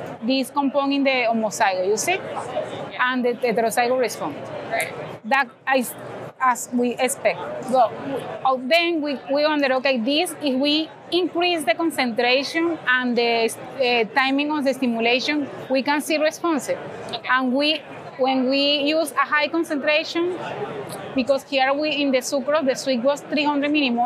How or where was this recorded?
busy venue